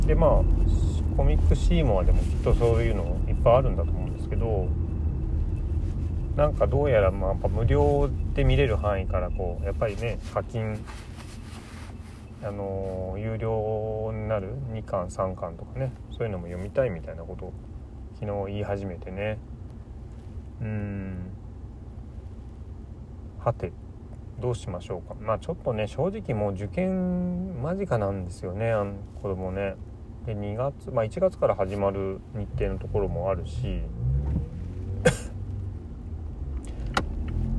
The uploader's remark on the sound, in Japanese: 雑音あり